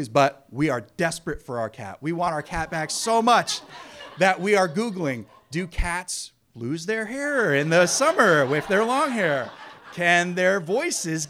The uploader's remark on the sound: It takes a lot of guts to get up on stage and tell a story in front of a live audience.